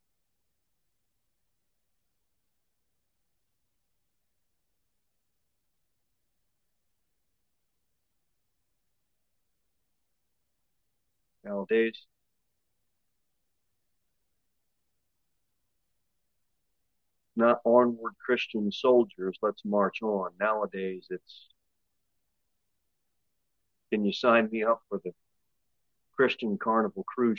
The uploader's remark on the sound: Sermon delivered at Pilgrim Baptist Church on Sunday, August 6, 2023.